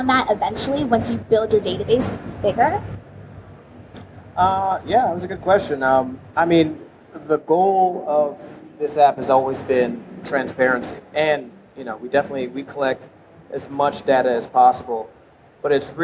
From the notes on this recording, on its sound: at Collision conference